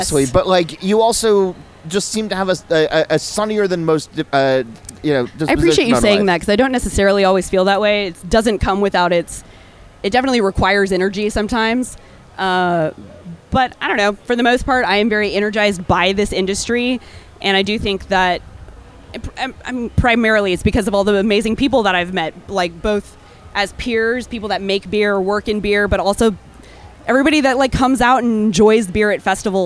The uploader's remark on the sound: A conversation recorded last month at Funk Fest in Nashville, TN. A conversation recorded last month at Funk Fest in Nashville, TN.